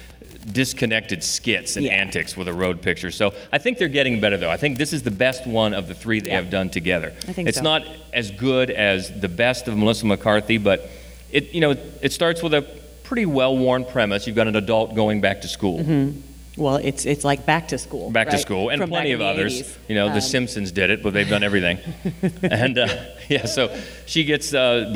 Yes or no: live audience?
yes